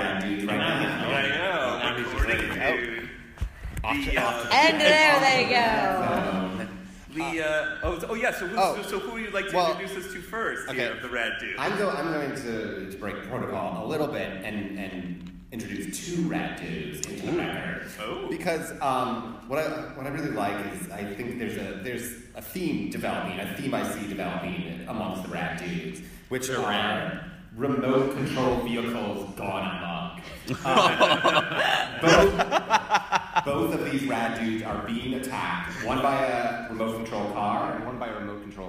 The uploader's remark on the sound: Recorded live at a lovely library several blocks away from San Diego Comic-Con 2016! The show was recorded with TWO different audio devices for ONE audience member.